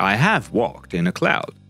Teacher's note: Put a little more emphasis on have because you're contrasting it with the previous answer haven't.